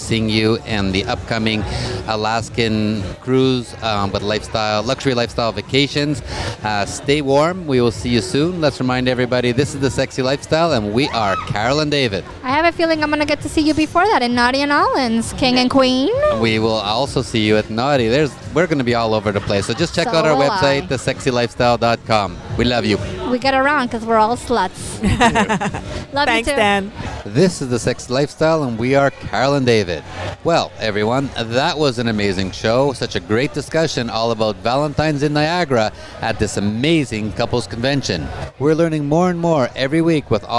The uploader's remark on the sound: Join us on location from Niagara Falls, at the 11th annual Valentines in Niagara Couples Convention, with 600 hedonists, all celebrating Valentine’s Day the lifestyle way...